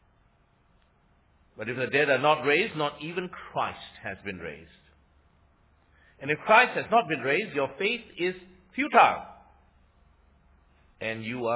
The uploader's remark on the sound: Sermon preached on 27 Mar 2016 – Easter Sunday Worship Services.